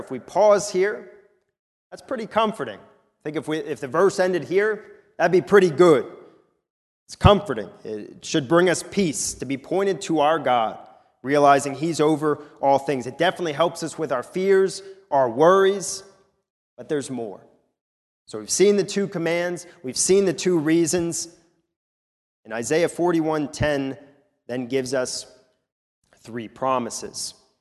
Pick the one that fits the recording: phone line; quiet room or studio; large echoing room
large echoing room